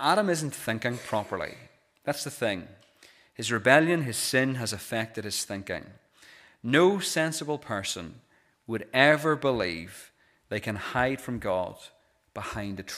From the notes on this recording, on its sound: This is the recording of the Bible reading and sermon from our pre-communion service held on Wednesday 3rd January 2024.